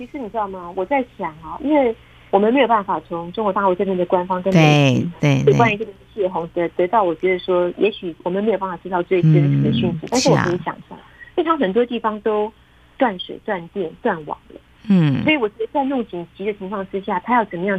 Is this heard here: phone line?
yes